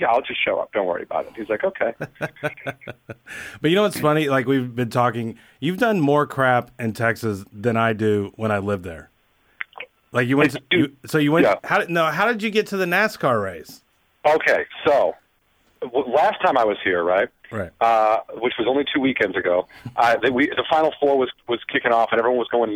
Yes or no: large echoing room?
no